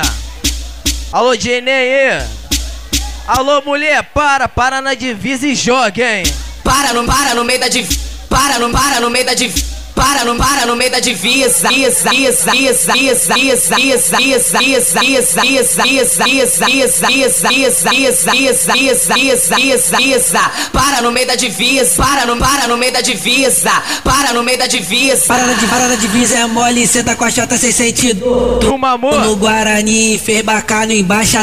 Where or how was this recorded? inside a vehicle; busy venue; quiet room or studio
busy venue